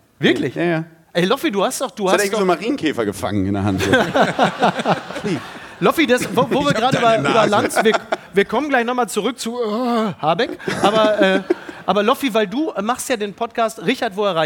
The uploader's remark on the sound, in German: live aus Köln